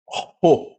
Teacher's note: É bastante aspirado assim mesmo.